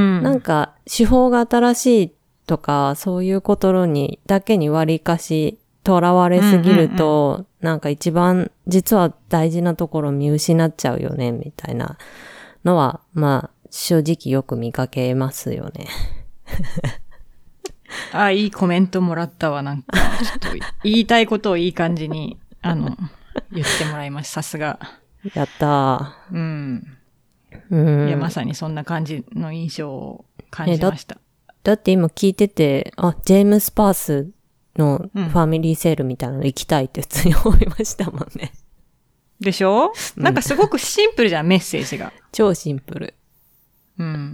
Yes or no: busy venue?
no